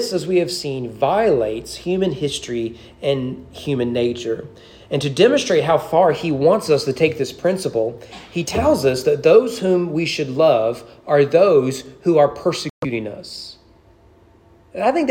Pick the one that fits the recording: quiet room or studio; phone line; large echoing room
large echoing room